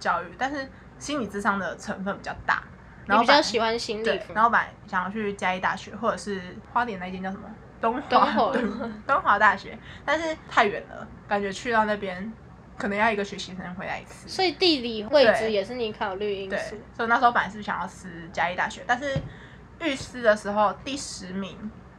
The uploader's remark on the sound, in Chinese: 錄音當天樓下就有兩隻小朋友所以背景會有一些小孩的聲音。